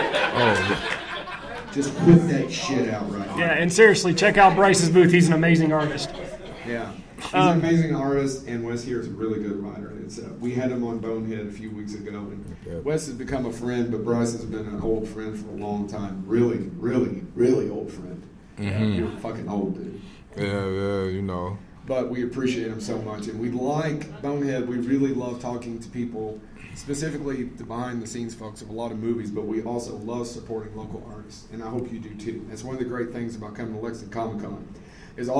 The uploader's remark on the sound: Live From Lexington Comic Con 2023